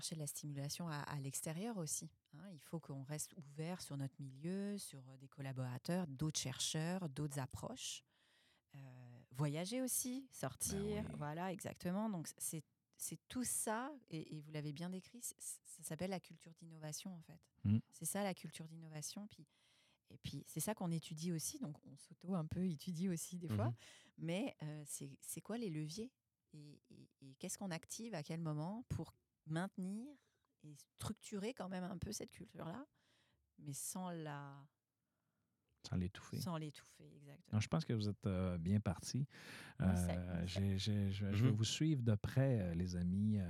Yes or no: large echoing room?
no